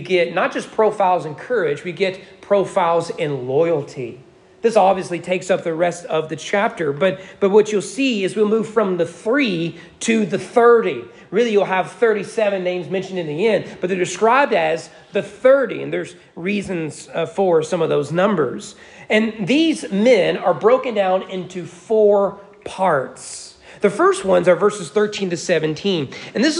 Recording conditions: large echoing room